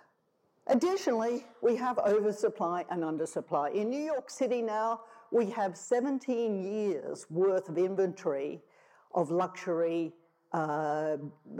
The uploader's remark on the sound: tells the audience at the Festival of Place